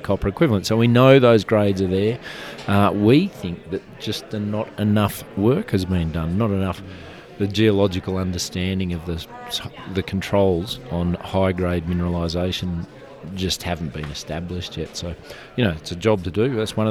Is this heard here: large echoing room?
no